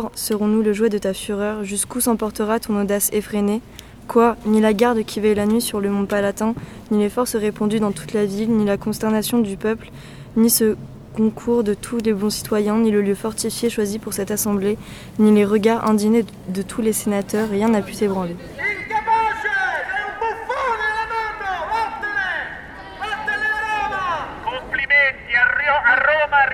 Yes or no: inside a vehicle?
yes